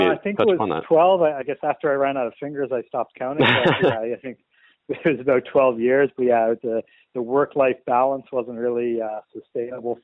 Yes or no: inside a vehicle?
no